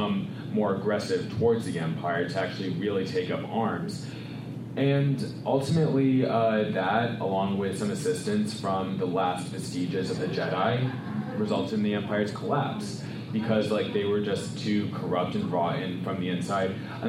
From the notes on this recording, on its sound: some exclusive audio from Dragon Con 2018, a great panel